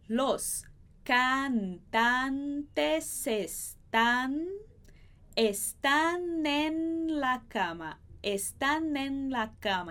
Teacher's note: esse N vai juntar com en. Só que aqui a gente vai separar.